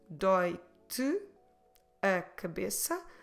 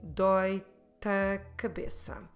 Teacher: We will run all of this together and it sounds more like doi-te a cabeça · Shown in: second take